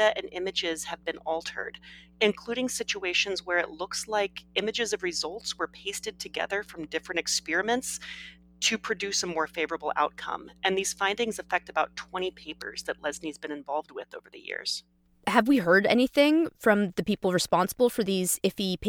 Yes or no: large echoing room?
no